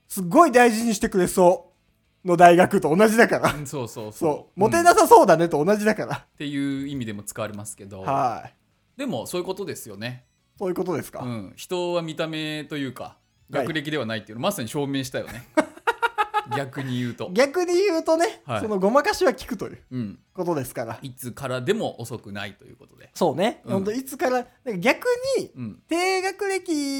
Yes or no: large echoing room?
no